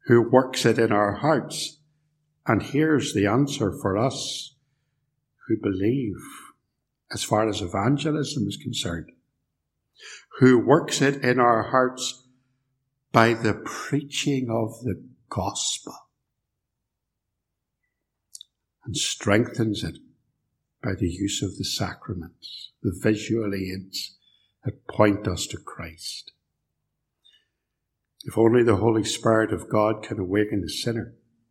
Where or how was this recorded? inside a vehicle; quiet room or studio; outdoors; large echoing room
large echoing room